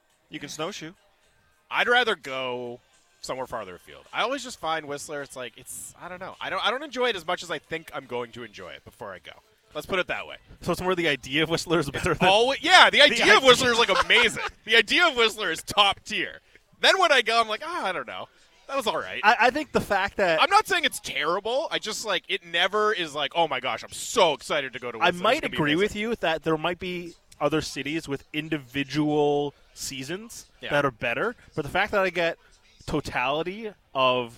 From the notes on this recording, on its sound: Live From Nat Bailey Stadium.